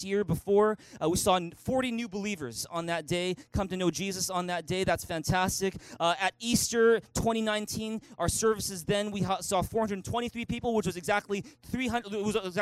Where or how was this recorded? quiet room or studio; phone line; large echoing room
large echoing room